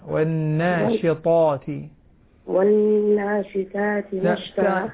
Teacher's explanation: والناشطات طاء مفخمة غير التاء